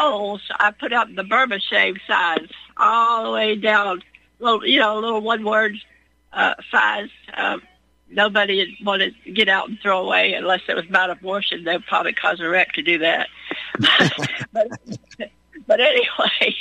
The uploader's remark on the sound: Your phone calls